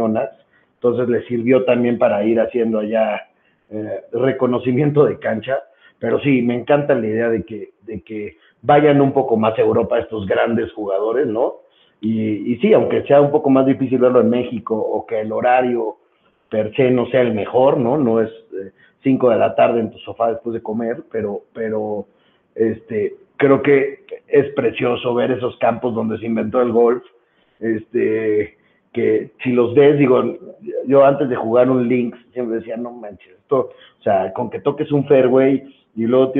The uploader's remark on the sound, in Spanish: Por temas de logística el episodio se grabo por teléfono con poca señal y hay veces que se pierde un poco el audio, disculpen las molsetias.